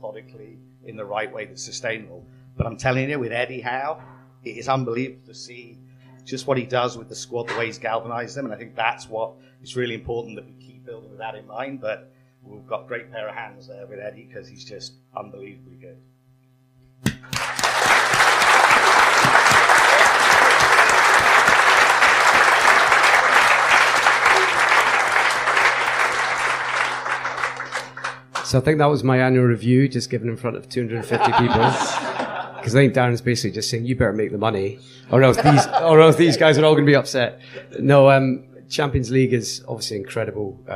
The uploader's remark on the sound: Hosted a live podcast at a 280 sell out Stand Comedy Club in Newcastle.